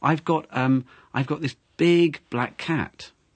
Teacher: it's not a small cat, it's a big cat, because you stressed big · Term: sentence stress